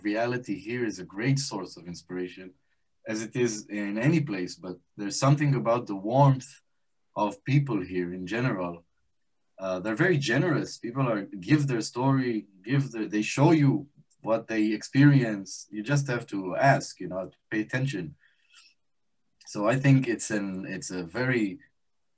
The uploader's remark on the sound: This event was held live via Zoom